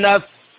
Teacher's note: أثناء الوقف عليها نقف عليها بالسكون على التاء